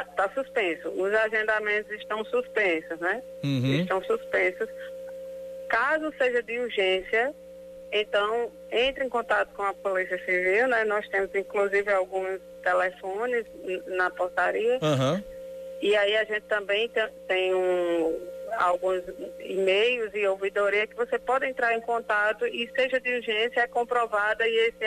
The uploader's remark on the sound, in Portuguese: entrevistaram por telefone